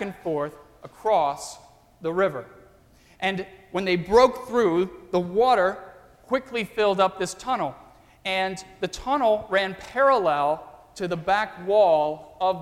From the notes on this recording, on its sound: during the Easter Crossroads service (9:30 am) on Sunday March 27, 2016, at First Presbyterian Church of Arlington Heights, Illinois.